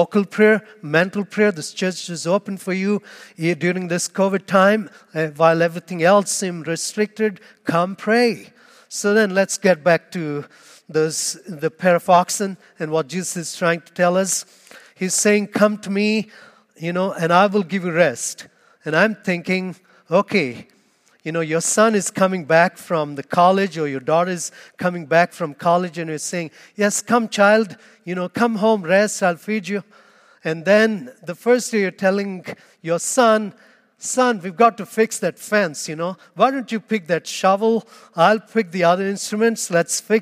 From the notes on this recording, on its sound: Homily Audio